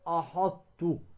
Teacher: بقيت صفة الطاء مع أن أدغمناها لكن بقيت صفتها وهي الاستعلاء